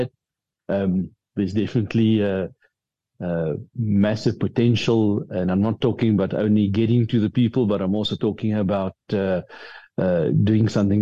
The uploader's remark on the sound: The Transformation Table Zoom Meeting on the 13 Jul 2023